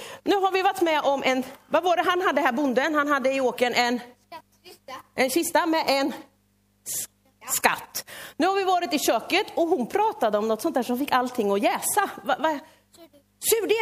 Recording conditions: large echoing room